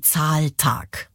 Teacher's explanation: Das Coole ist, beide Silben werden gleichermaßen betont. · Term: Spondeus